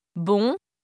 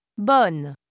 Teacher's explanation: If the final consonant is N, the vowel is nasal in the masculine form, but non-nasal in the feminine.